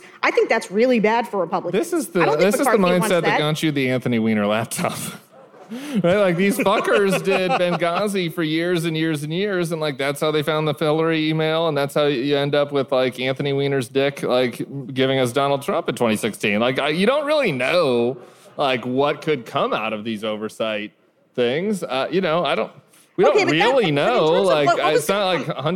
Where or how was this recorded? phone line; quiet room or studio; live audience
live audience